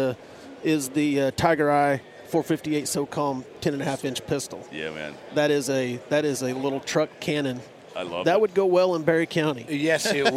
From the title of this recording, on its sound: Live from the Great American Outdoor Show